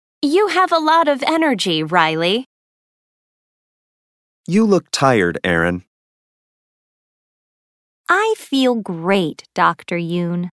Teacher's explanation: There is usually falling intonation and a pause before the name.